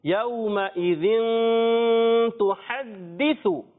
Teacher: تنوین کے بعد تا آ گیا تو اب یہاں پر اخفا کا قاعدہ لگے گا یعنی غنہ بھی کریں گے